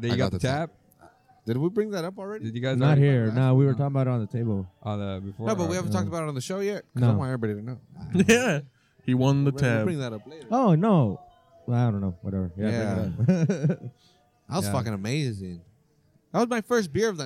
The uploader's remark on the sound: we recorded this episode at the patio of 201 Main during their weekend brunch buffet